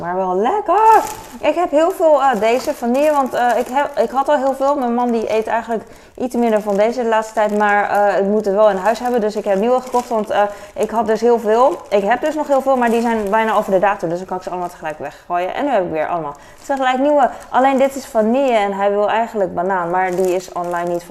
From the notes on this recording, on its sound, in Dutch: Boodschappen vlog. Fijne achtergrondgeluiden.